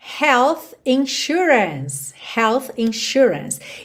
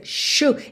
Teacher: esse S aí vai ter um som de X